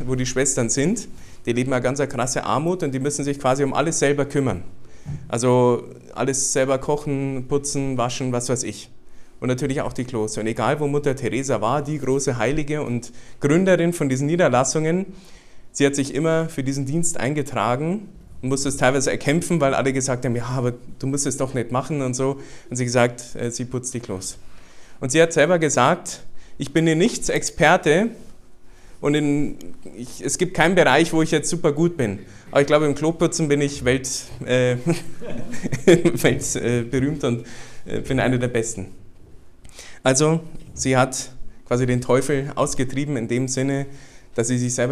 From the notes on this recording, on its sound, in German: Den Vortrag durfte ich beim Familien-Prayerfestival der JUGEND2000 halten.